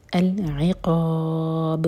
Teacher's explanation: با پر رکیں گے تو با کو ساکن کریں گے اور یہاں پر غلغلہ ہوگا